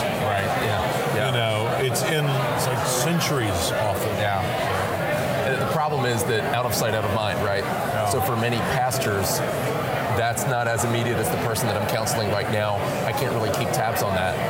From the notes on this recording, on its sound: We’re live at the Radius Missiology Conference in Minneapolis!